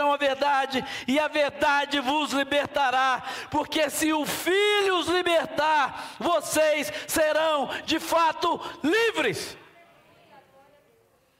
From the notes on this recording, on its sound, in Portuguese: Durante a nossa Celebração ao vivo.